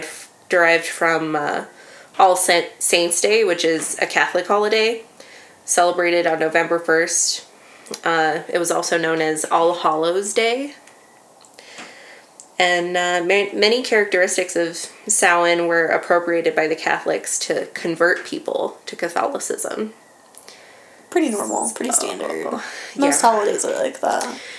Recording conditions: sounds in the background